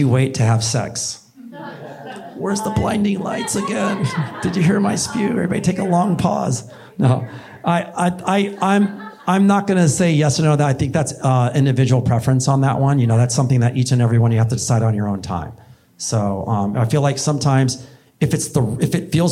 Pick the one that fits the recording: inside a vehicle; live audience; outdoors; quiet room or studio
live audience